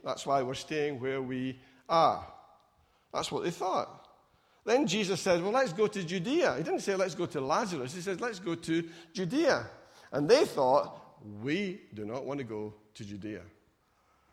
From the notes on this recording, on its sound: Recorded at freedomcentre church, Preston on Sunday 28th July 2019